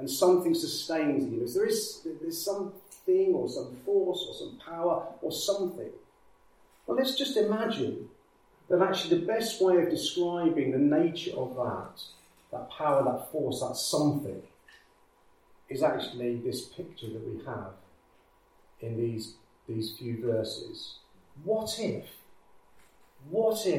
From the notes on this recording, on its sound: Recorded with external mics - hence slightly lower sound quality